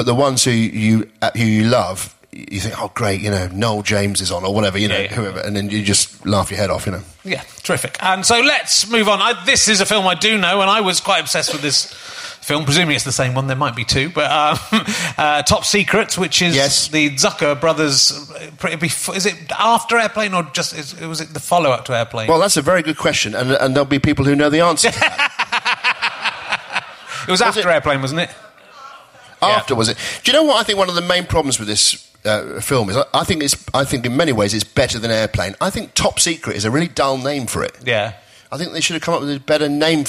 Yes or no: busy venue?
yes